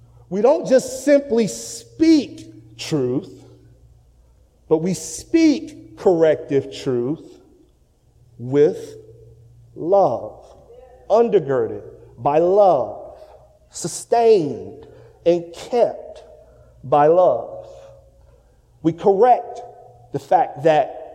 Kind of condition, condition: setting, large echoing room